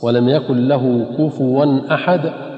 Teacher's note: ومن الأخطاء أيضا النطق بقول الله عز وجل في سورة الإخلاص: ولم يكن له كفوا أحد، فينطقها بعضهم خطأ كفأ أو كفوا. والصواب أن تضم الفاء كفوا، والواو ليست مهموزة